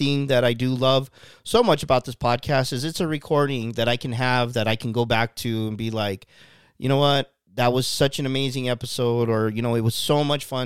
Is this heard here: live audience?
no